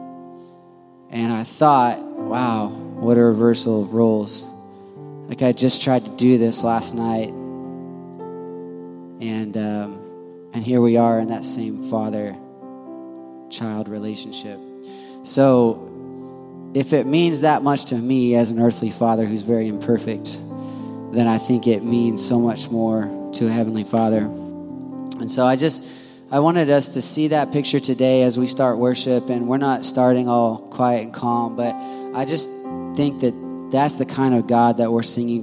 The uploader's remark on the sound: Full Sunday Service